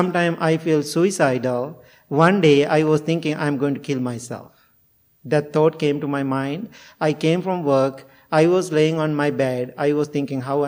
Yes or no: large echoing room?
yes